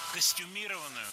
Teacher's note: прилагательное «костюмированный» с ударением на третьем слоге